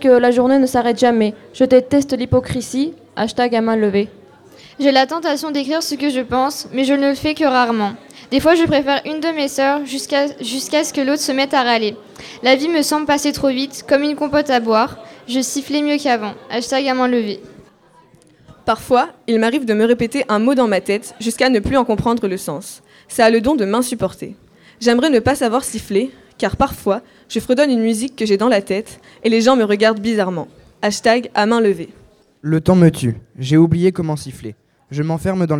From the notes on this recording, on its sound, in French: Lecture en public au LP2I, le 17 octobre 2019.